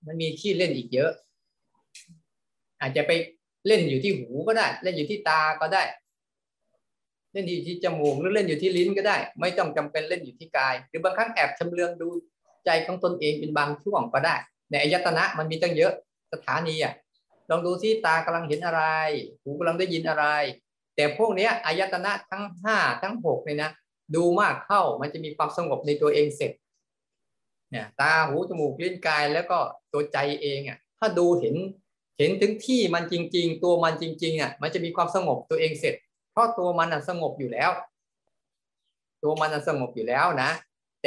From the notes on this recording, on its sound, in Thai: คอร์สออนไลน์ (ผ่านโปรแกรม Zoom).